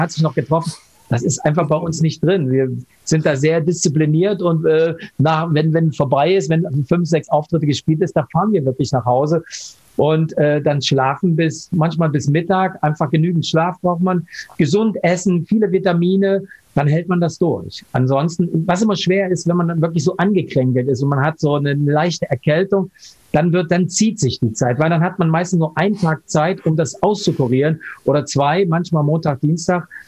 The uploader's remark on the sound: Von Couch zu Couch. Zoom Meeting XXL.